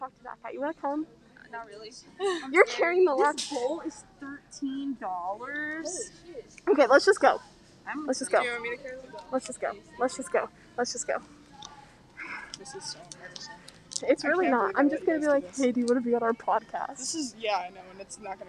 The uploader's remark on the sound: CAR CHAT (...with guests!). We take our whole a$$ mic setup into Wegmans.